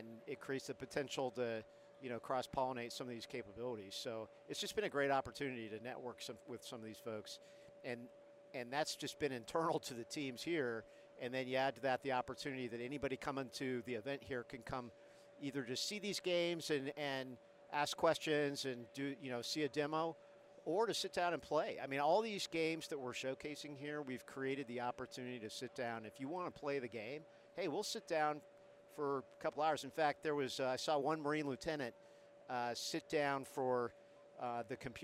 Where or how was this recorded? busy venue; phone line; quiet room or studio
busy venue